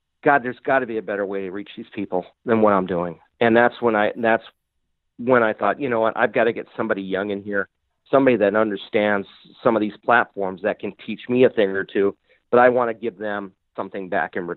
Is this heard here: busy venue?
no